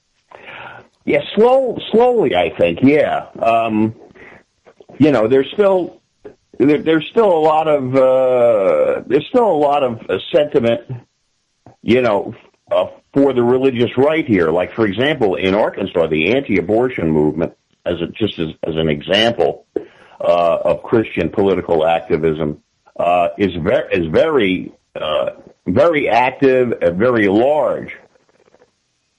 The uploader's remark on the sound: For a short half hour, cut shut further by some technical difficulties getting the call connected.